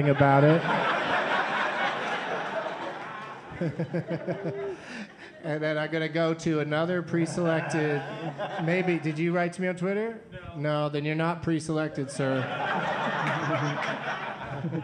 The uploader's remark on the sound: Live from the Comedy Zone in Charlotte